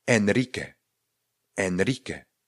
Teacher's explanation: Ro vyslovujeme stejně jako v češtině, ale je více rozkmitané. Pokud se objevuje ve slově samostatně, stojí tedy jedno malý r někde uprostřed na začátku nebo na konci toho slova, tak ho akorát více rozkmitáme.